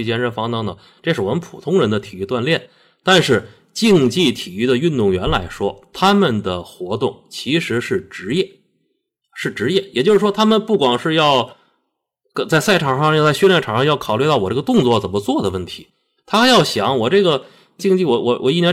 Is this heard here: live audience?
no